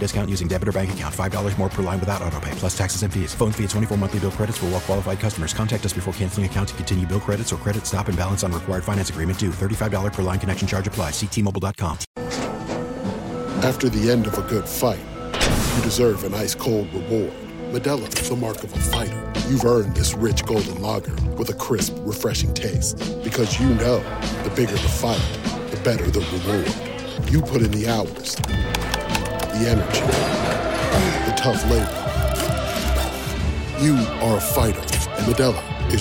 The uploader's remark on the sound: live from Jefferson City's Capitol Rotunda